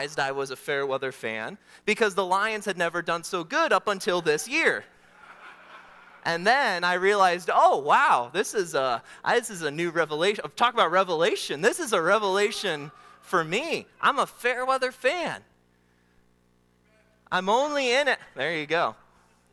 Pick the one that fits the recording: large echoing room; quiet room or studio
large echoing room